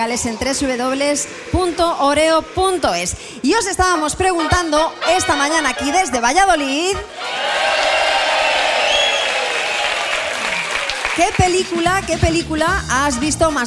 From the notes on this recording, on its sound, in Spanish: Las Mañanas KISS en directo desde VALLADOLID. Nuestro programa en directo desde el Museo de la Ciencia de Valladolid.